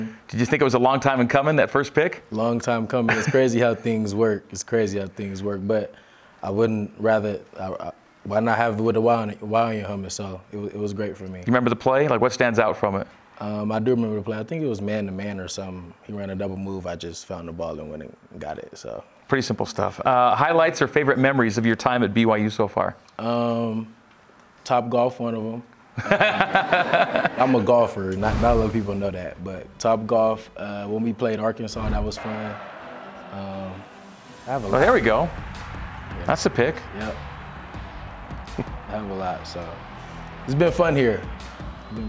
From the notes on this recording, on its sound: A live audience in Studio C.